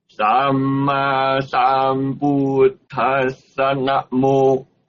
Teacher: chữ Sa nó bắt qua chữ Nam mô liền